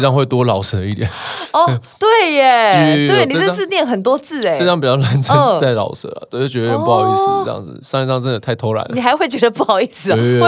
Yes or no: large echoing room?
no